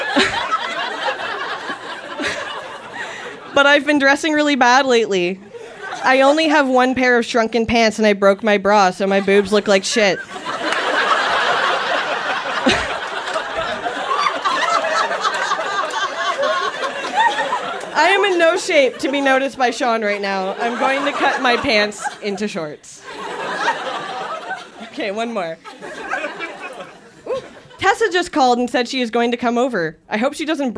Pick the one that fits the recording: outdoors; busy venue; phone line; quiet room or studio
busy venue